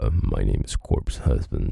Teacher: this pulse register, this low note that he's getting, it's not just being low, but it's also slowing down the force of the attack of air. So if I make a note, by using less air, the vocal folds move slower, and therefore you can get that texture and the bump of the sound that it makes at that, you know, the slower pace.